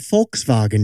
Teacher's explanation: As in Volkswagen with an F. It's a V pronounced like an F.